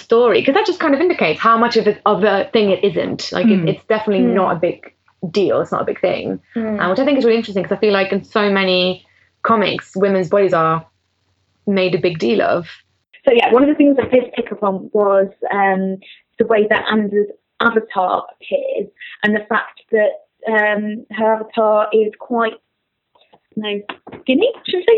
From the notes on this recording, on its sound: Due to some technical issues, the audio quality on this episode isn’t the best.